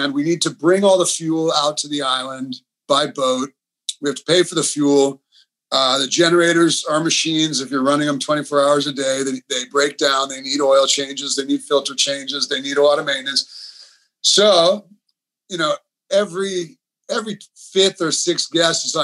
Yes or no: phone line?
no